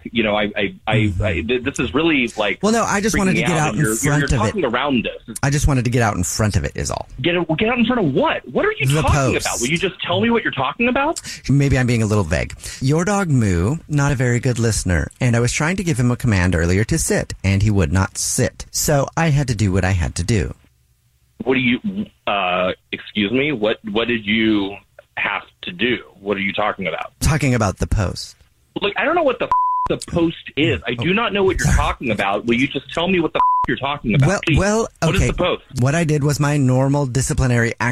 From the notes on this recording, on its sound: Phone prank style. On the phone today.